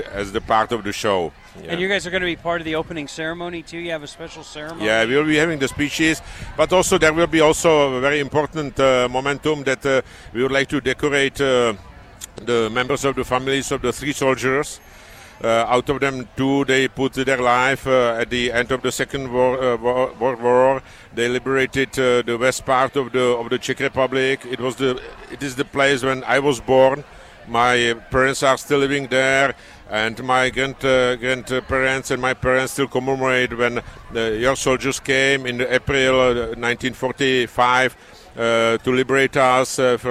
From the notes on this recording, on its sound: LIVE from Lincoln Airshow